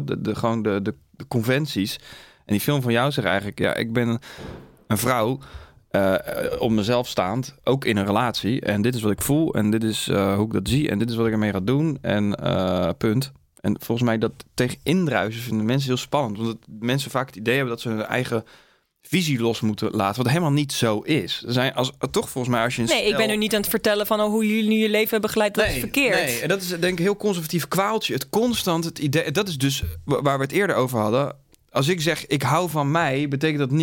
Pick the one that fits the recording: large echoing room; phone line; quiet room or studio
quiet room or studio